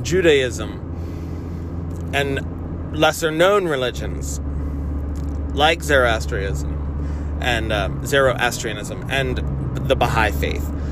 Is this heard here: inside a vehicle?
yes